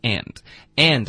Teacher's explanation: 我们会把这个字弱读成一个 n 的音